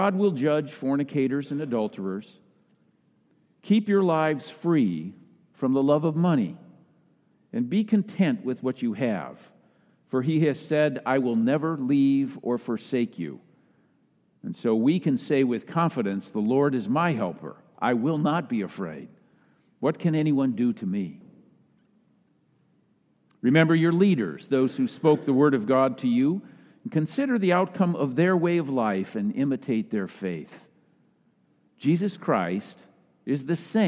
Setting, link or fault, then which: setting, large echoing room